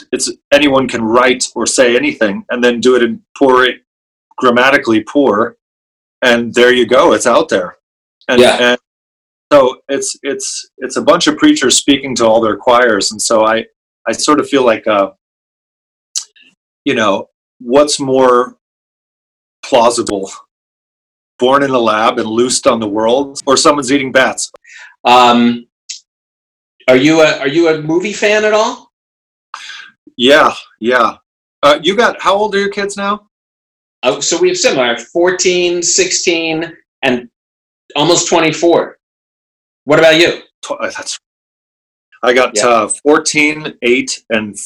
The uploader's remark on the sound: Call-in so we could do a Zoom interview while Los Angeles is still under quarantine lock down. We are doing our best with the sound quality options we have available to us.